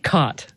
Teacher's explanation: there you have what's called the caught merger, or in linguistic circles, the low back vowel merger, which is sort of the biggest marker of Western speech.